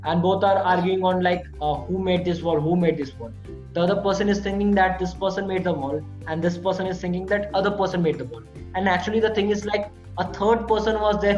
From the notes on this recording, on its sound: A zoom call with a beautiful and positive soul.